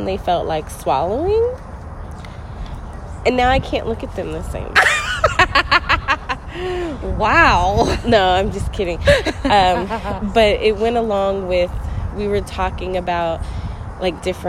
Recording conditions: outdoors